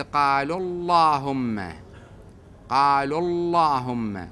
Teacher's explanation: قالوا ضمة أكو فتصير مفخمة